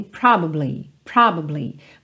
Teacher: Nessa segunda frase, a gente tem a palavra probably, probably, provavelmente, só que se você procurar a pronúncia dessa palavra no dicionário, você tem probably, probably. Você percebe que você passa nesse b, b, essa sílaba do meio muito rapidamente. Só que quase sempre em letra de música, ela realmente é omitida.